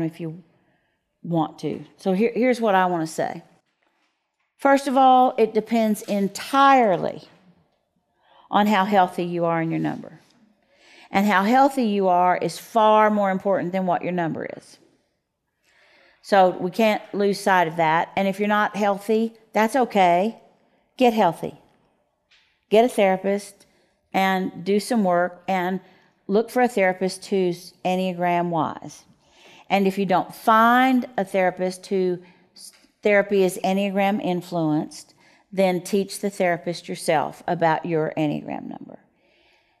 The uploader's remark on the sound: questions from the audience who was at The Micah Center for this recording